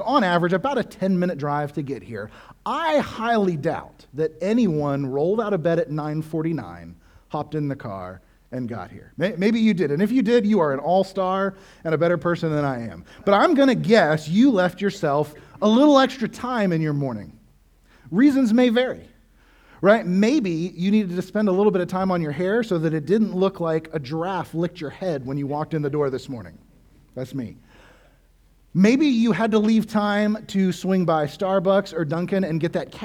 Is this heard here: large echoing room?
yes